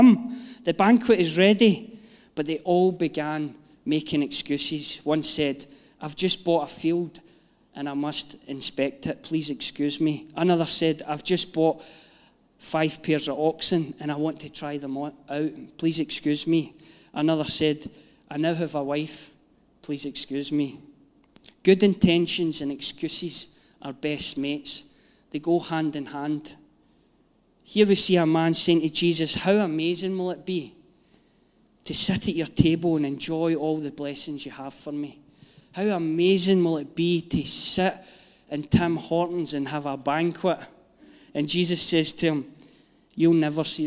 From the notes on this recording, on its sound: Live from our Sunday gathering 03/07/22